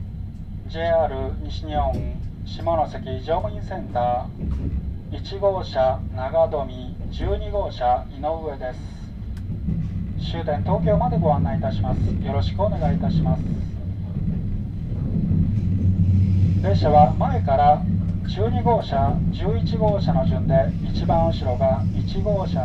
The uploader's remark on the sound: I was impressed to ride the Blue Train. This sound is an in-car broadcast that is played after leaving Shimonoseki Station. ZOOM H2.